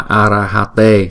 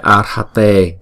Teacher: Chữ arhate được phát âm là arahate thay vì là arhate, tức là ba âm